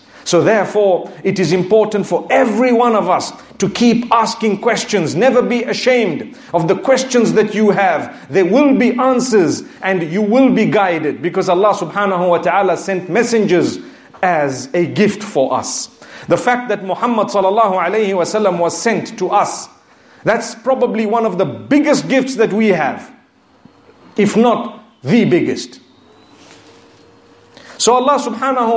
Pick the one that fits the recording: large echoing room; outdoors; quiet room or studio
large echoing room